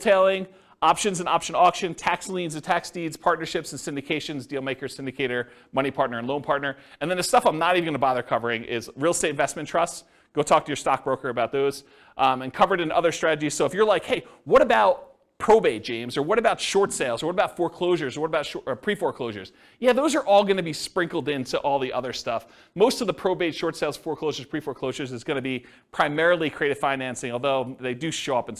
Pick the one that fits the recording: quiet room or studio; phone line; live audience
live audience